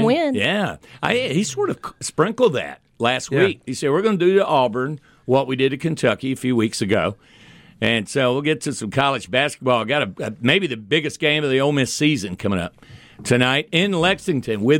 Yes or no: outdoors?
no